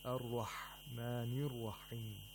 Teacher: We have to make sure that the ha is pronounced deep in the throat, from the middle of the throat, which is known as the pharynx.